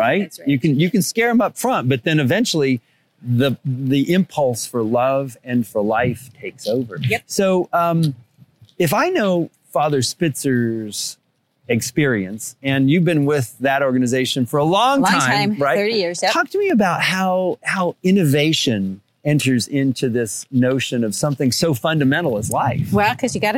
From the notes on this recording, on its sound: Conversation at the Annual Napa Institute Conference in Napa Valley California.